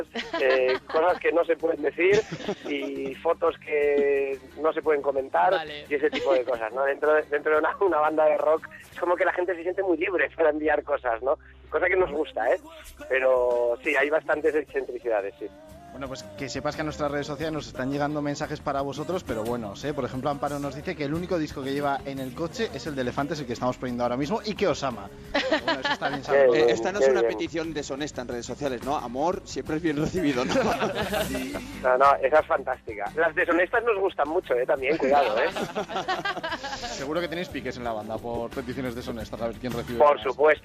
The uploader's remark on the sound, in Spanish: Desde Aranda de Duero, en el festival de Sonorama